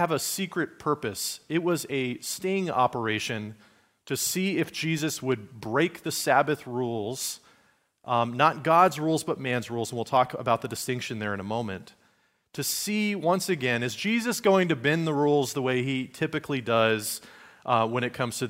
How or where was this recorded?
large echoing room